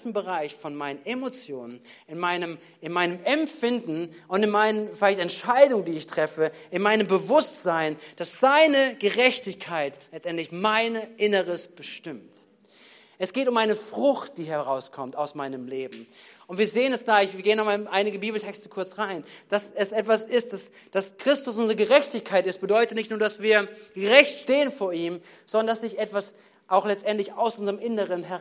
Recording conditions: large echoing room